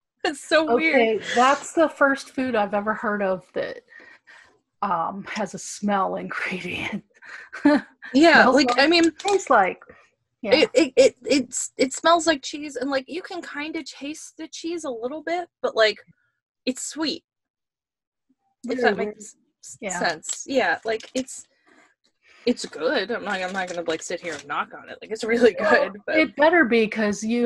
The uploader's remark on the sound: produced via Zoom conference call